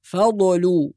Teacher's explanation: بعض الناس يقلقل الضاد الساكنة فيقول فضل، وهذا خطأ، فالضاد لا تقلقل.